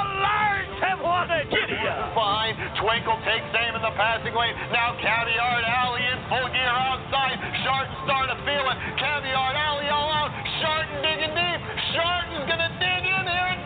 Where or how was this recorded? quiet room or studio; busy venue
busy venue